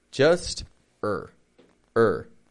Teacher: You see, we typically don't stress ER as a word ending. The sound is always flat, low in pitch, it's very quick and quiet, and we don't want to add in extra vowel sounds. · Term: schwa R